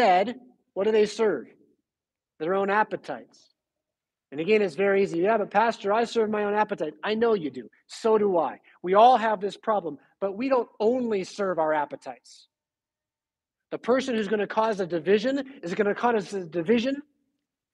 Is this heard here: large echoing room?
yes